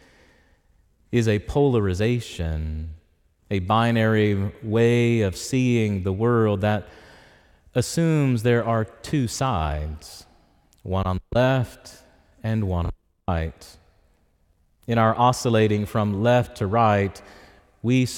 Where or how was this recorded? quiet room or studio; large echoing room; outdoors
large echoing room